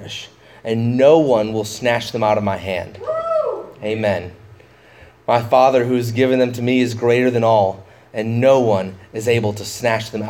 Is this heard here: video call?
no